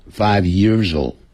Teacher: years 跟 all 就产生连音5 years old